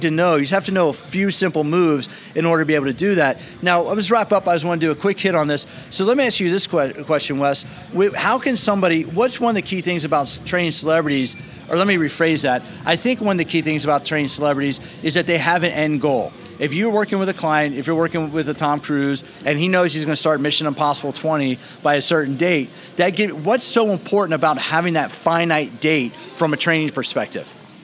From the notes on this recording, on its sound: Special live episode from the FitExpo in Los Angeles. While speaking at the FitExpo in LA, CA.